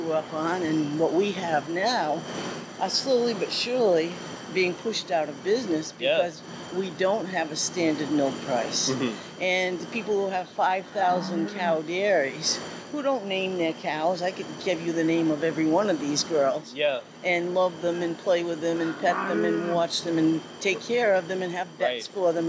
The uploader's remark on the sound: In this outtake from our episode recorded at the Washington County Fair.